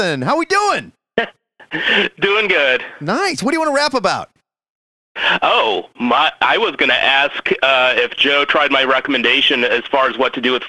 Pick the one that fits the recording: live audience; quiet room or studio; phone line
phone line